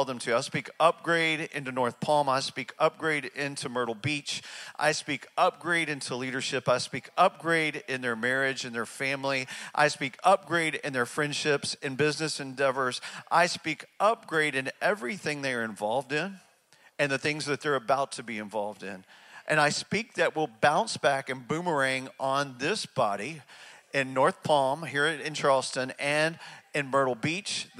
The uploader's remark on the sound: speaks from North Palm Church in Charleston, South Carolina